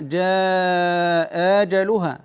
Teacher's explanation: هنا يبدل الهمزة الثانية ألفا لكن مع القصر، لأن الجيم بعد الهمزة الثانية متحركة